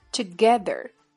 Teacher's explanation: 最后 together，注意 th 咬舌发音，together。